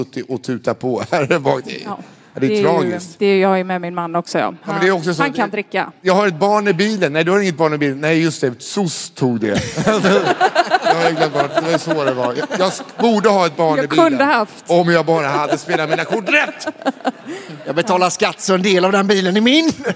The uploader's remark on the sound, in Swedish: live på Draken